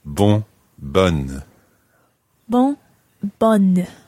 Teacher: And you sound the N. It's a double N-E as opposed to B-O-N in the masculine form.